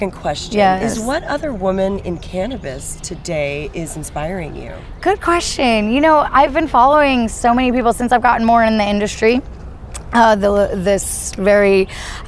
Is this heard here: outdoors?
yes